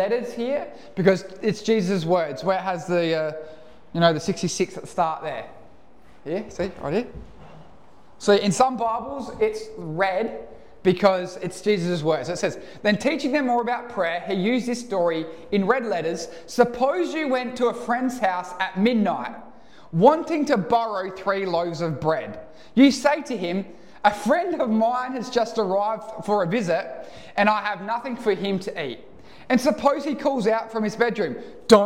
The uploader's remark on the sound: Recorded live at One Heart Church (Port Lincoln).